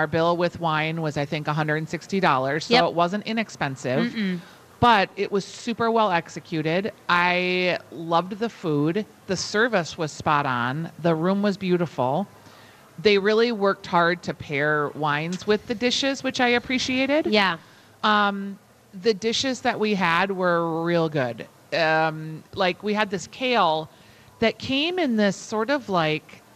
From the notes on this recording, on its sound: Live at Women's Expo